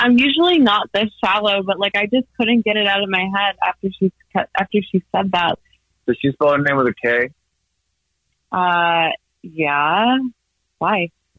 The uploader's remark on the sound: Phone Prank